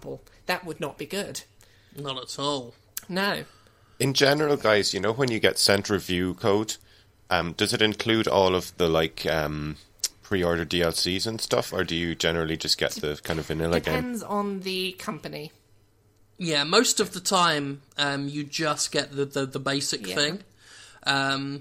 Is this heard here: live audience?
no